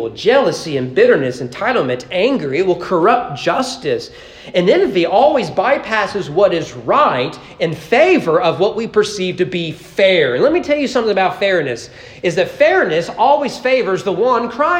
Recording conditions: large echoing room